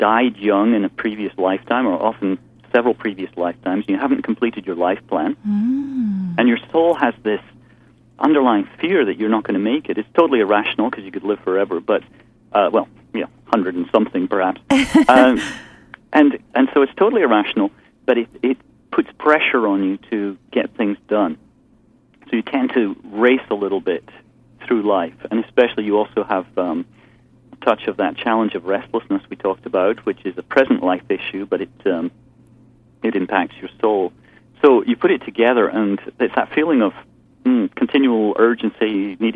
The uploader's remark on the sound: take calls from the audience